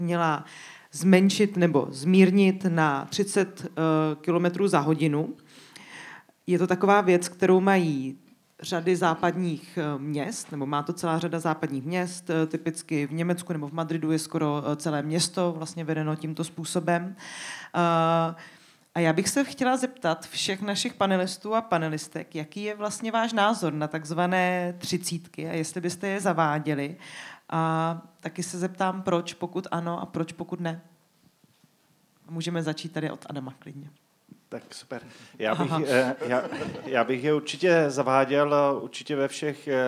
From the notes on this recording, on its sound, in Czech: Deník Alarm uspořádal v rámci tohoto festivalu živou debatu podcastu Bulvár.